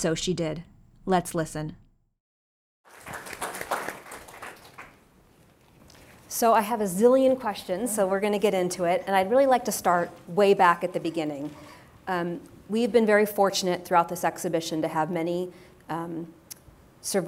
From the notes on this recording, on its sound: we back to our in-person event